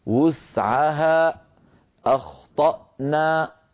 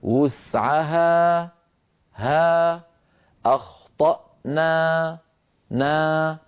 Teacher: ختم صوت حروف المد عند الوقف عليها بهمزة · Shown in: first take